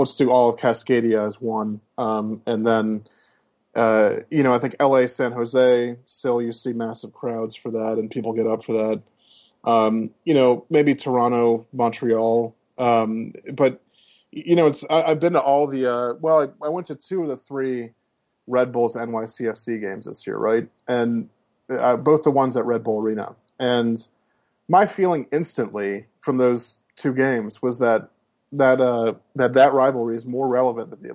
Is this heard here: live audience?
no